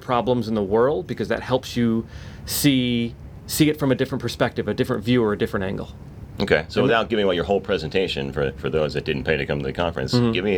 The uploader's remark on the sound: Live from VOcation NYC 2019, a conference devoted totally to the BUSINESS of voice over. We'll be presenting interviews and live sound directly from the show floor.